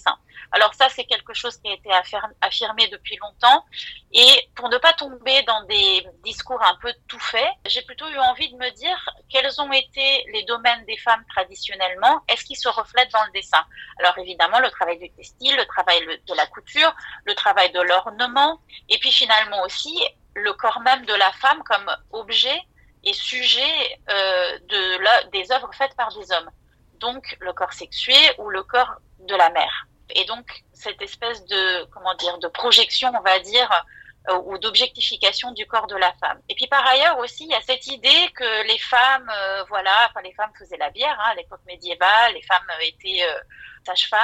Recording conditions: phone line